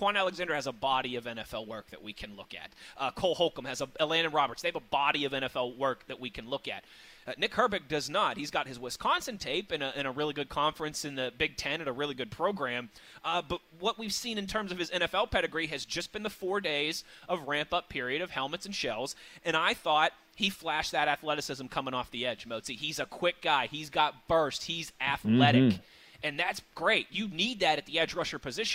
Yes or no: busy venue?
yes